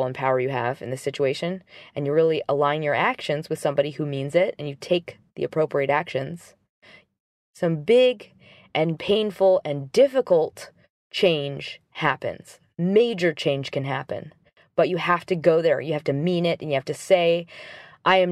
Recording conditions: inside a vehicle